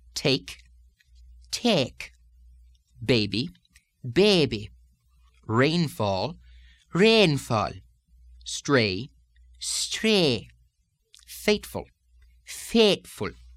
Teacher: Even though the vowel can already be thought of as a diphthong, we can say that in many forms of Irish speech, these diphthongs elongate even more with the downward lilt. And you may even think of them as triphthongs or three-stage vowels.